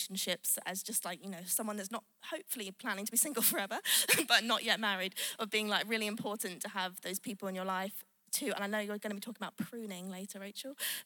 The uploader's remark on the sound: Live at The Orchard Conference 2023